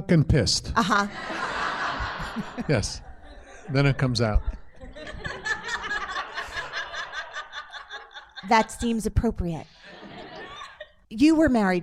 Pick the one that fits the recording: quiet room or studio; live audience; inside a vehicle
live audience